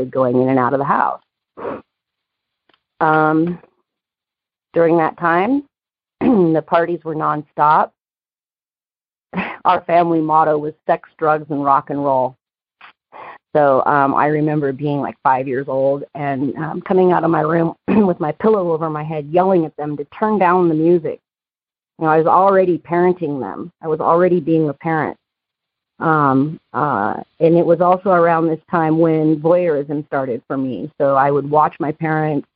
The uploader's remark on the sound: Noon Phone Speaker Meeting.